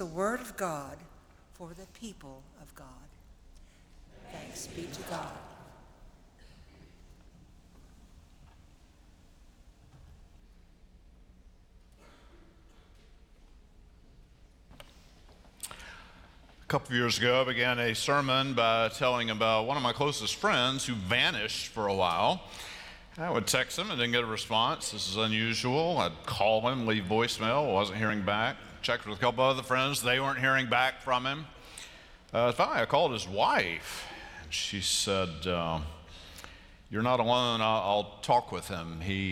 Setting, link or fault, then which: setting, large echoing room